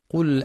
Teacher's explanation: لبيان سكون اللام في قل مع صفة التوسط التي هي بين الشدة والرخاوة، والحذر من تحريكها بالفتح.